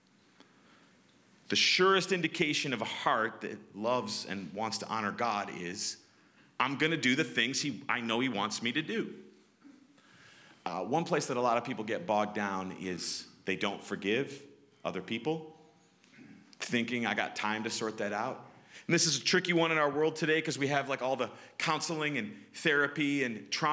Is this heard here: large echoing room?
yes